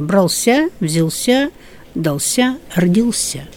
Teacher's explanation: Вот они имели обыкновение, значит, опять же, вот эта служебная часть речи, служебная частичка «ся» брала на себя ударение.